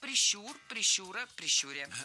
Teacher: Ударение в этом слове ставим на второй слог. Да там его и оставляем во всех формах.